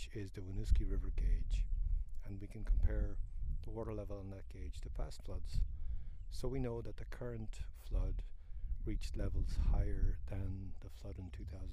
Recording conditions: wind noise